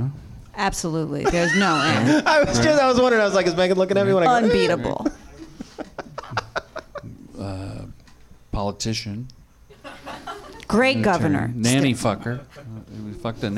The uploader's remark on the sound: Live from the Nerdmelt Showroom in Hollywood